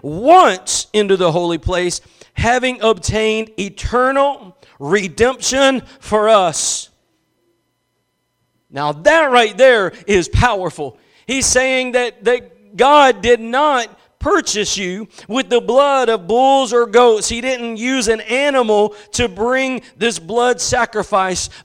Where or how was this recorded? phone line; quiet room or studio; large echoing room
large echoing room